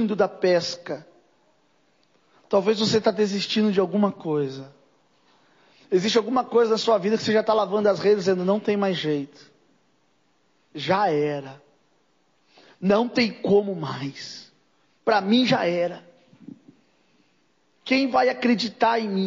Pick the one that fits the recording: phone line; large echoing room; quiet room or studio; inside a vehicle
large echoing room